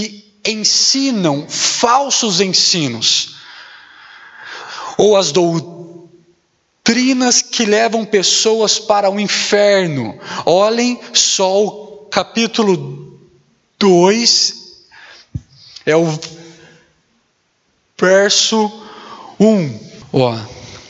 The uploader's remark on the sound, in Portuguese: Mensagem gravada na Igreja Batista Jardim Minesota